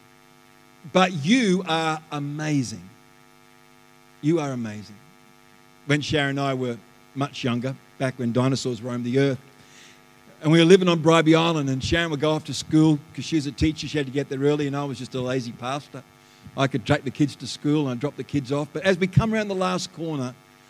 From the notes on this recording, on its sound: The live stream of Destiny Church Atherton